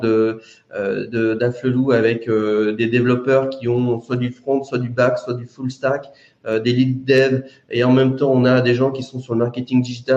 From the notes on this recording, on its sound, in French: Version audio du webinaire du 15 janvier 2024